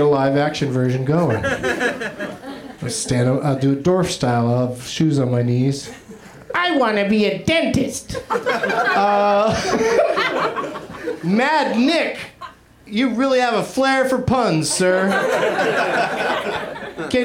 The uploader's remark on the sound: Live at the UCB Franklin in Hollywood